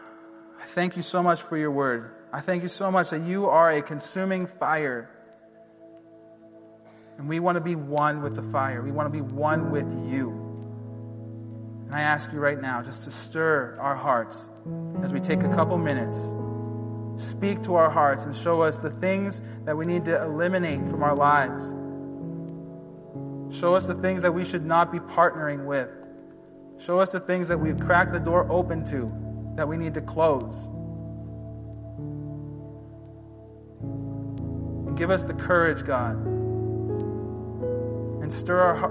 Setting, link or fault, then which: setting, large echoing room